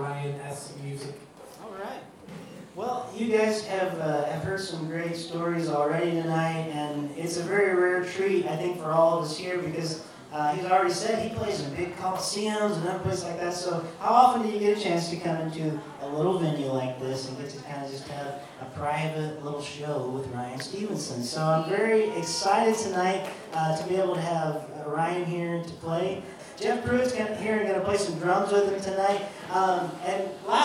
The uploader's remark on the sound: LIVE from The Depot Coffee House. On the podcast this week we have an exclusive live show. Recorded at The Depot Coffeehouse in Urbana Ohio.